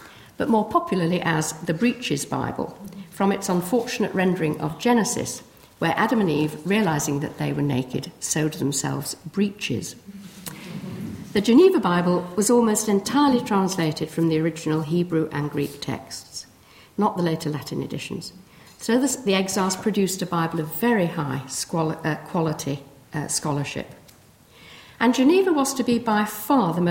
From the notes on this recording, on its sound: First in the King James Bible Anniversary lecture at Corpus Christi College.